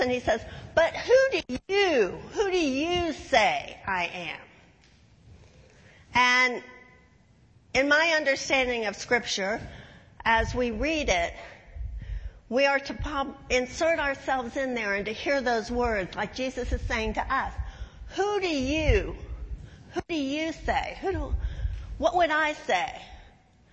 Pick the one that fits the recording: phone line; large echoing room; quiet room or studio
large echoing room